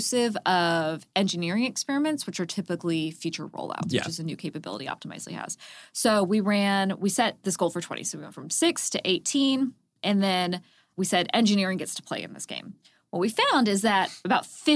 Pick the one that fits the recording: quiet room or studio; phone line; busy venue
quiet room or studio